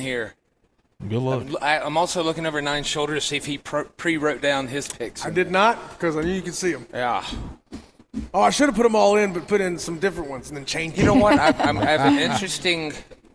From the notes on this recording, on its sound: WE ARE LIVE FROM BON SECOURS WELLNESS ARENA FOR THE LEO SANTA TOY DRIVE